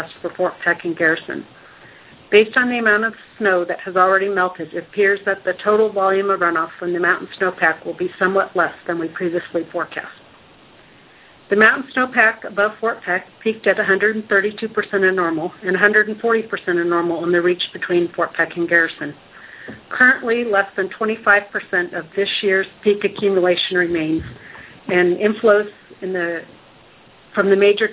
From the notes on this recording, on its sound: Army Corps of Engineers Missouri River Basin Water Management Division hosted conference call Tuesday, 10 June.